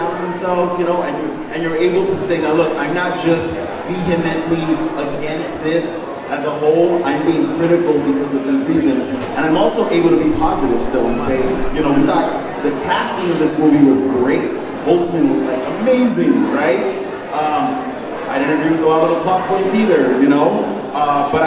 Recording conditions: busy venue